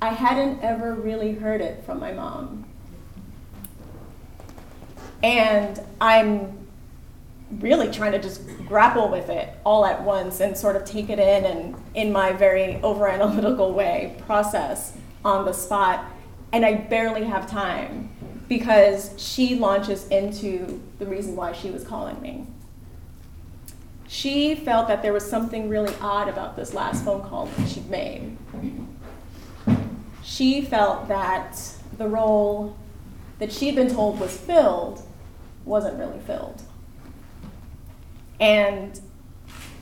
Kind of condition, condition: setting, live audience